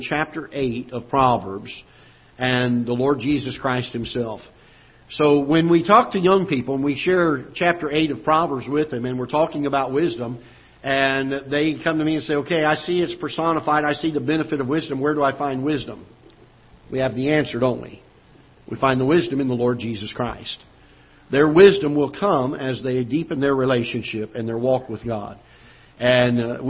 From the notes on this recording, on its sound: Ketha Heights Baptist Church ~ Live Broadcast.